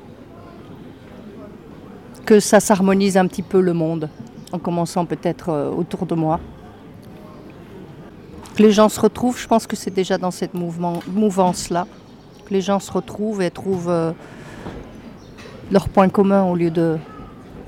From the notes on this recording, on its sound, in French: A Prades, un jour de marché est un jour convivial ! On y entend des bruits et des musiques, des paroles amicales à la terrasse des cafés, sous le clocher de l'église Saint Pierre.